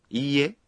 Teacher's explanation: Quand vous dites iie, vous prononcez le i en le prolongeant d'un temps.